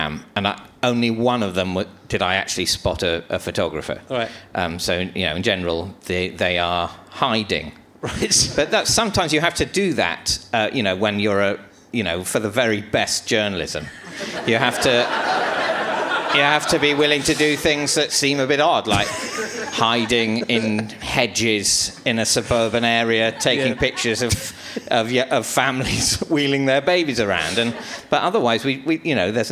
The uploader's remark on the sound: Leicester Square Theatre Podcast